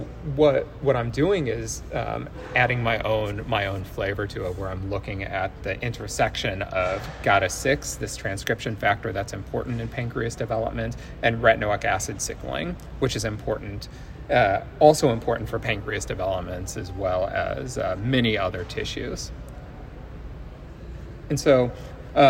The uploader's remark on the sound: recorded during Day 2 of Islet Study Group 2023